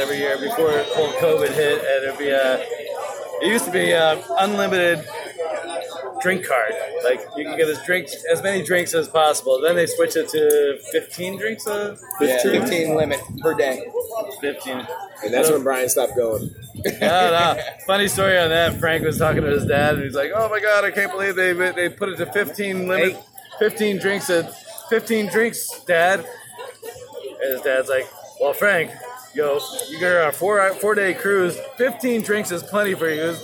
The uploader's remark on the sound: roundtable talk with boys at the Lorelei bar in Islamorada Florida